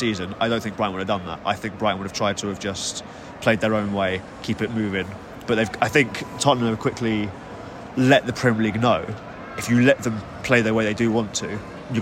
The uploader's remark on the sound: From the Tottenham Hotspur Stadium